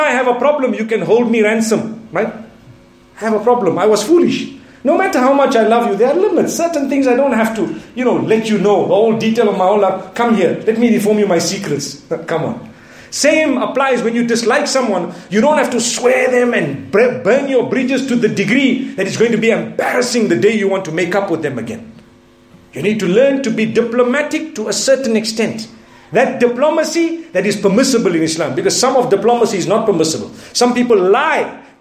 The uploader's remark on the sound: Jumu&#8217;ah Lecture from Bosmont Masjid